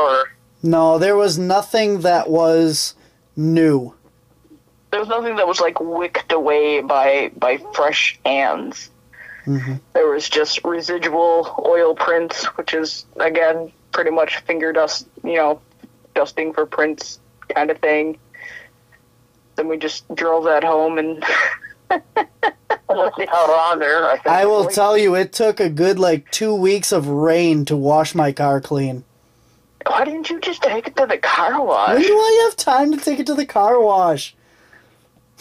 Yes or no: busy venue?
no